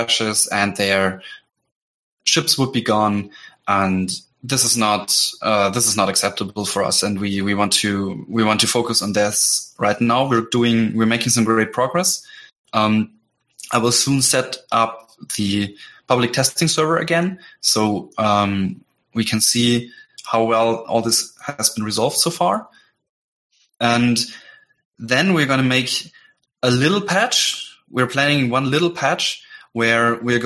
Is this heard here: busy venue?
no